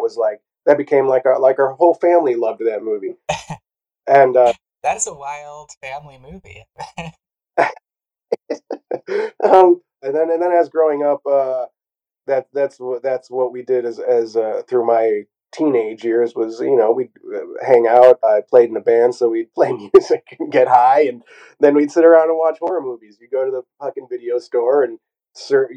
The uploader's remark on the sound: Please forgive our audio tribulations!